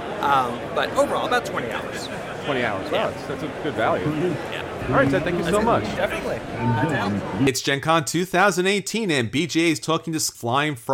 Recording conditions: busy venue